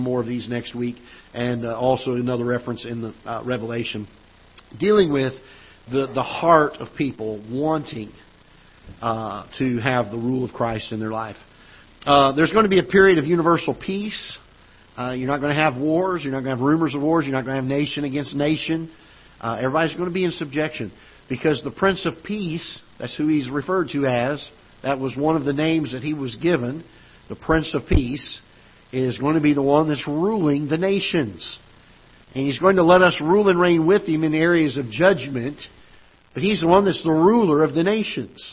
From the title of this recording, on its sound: Ketha Heights Baptist Church ~ Live Broadcast